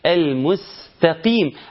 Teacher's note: السين هنا حرف مرقق، فكان واجب عليك إنك تقول المستقيم علشان نبقى محافظين على جودة الحرف اللي هو حرف السين.